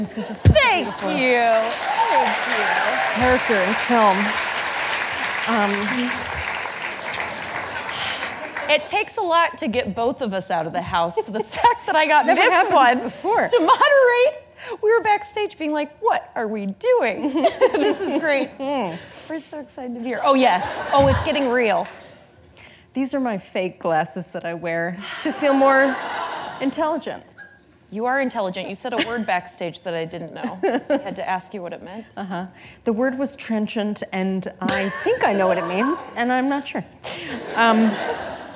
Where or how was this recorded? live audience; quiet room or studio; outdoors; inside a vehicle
live audience